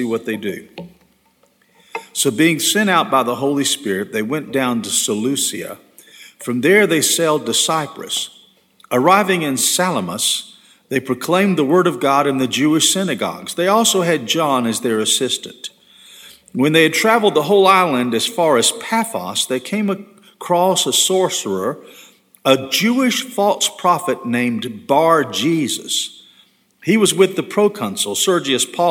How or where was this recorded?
large echoing room